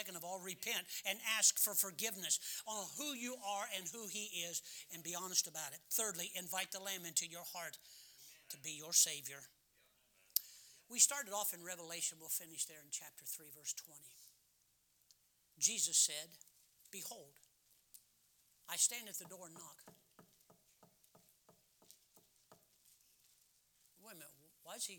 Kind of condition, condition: setting, large echoing room